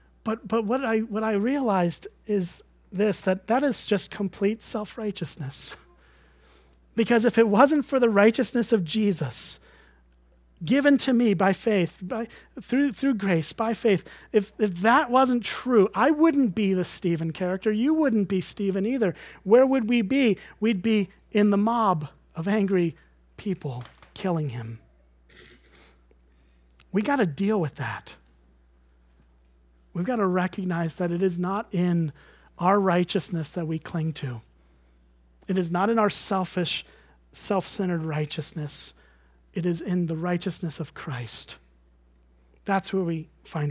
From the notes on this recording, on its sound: At Springbrook Church in Antigo, WI.